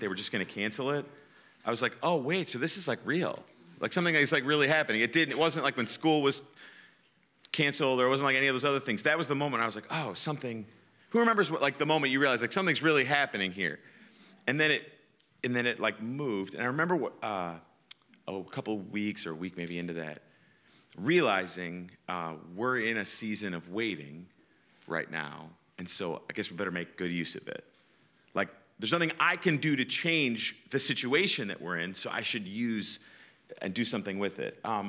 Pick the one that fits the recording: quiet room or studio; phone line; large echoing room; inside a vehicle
large echoing room